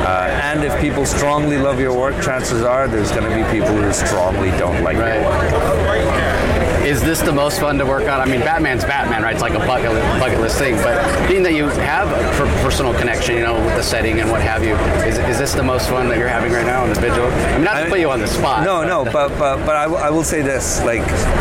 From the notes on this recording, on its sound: LIVE from SDCC '23